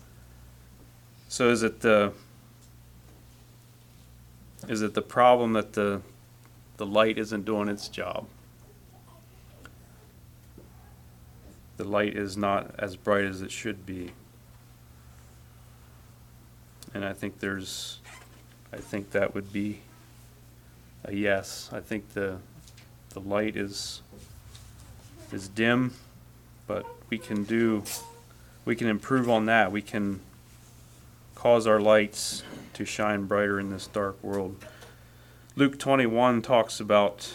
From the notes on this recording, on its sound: Message preached at Word of Hope on February 18, 2024